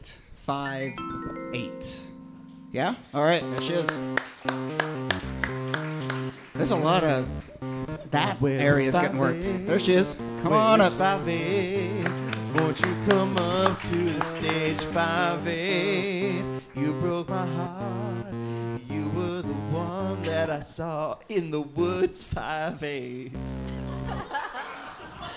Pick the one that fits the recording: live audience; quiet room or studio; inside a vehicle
live audience